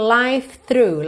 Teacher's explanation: Whole life, eu junto tudo aqui porque é como se eu tivesse dois L's ligados, já que o E do whole não é pronunciado, tá? E a minha próxima palavra é o through, começa th também em linguinha lá nos dentes da frente.